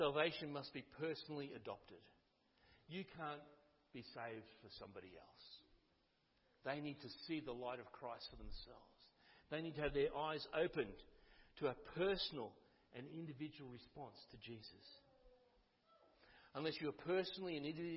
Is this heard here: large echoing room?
yes